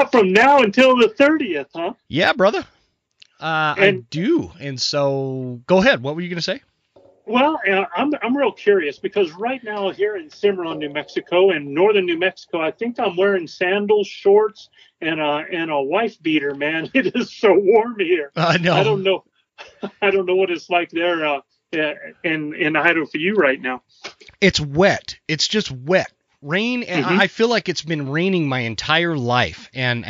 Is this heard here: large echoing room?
no